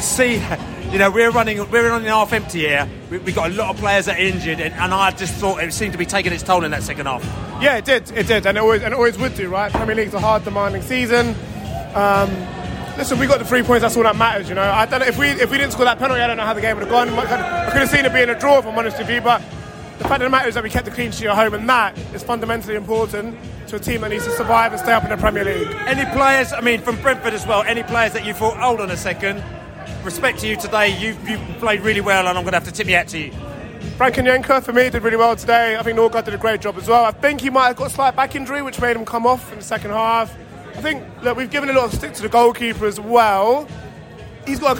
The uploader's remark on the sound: Post-Match Podcast from the Stand and Pub. We spoke to both Brentford and Everton fans in the stands and in the pub after the match.